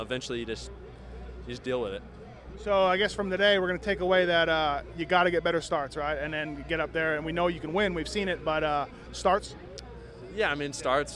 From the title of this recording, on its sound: Red Bud 2012 Post-race Interviews